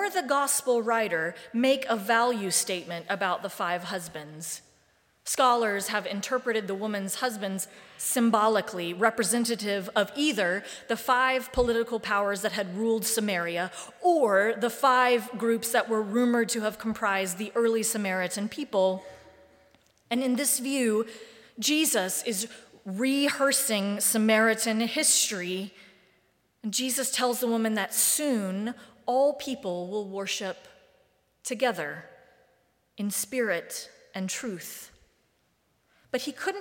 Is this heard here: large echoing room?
yes